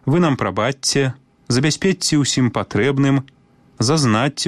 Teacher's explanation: Бавіліся на рэцы, ездзілі там на лодацы. Калі ў спалучэнні «ЧЦ» літара «Ц» перадае мяккі гук «Ц», закон прыпадабнення таксама мае сілу. Вымаўляем падоўжаны «ц».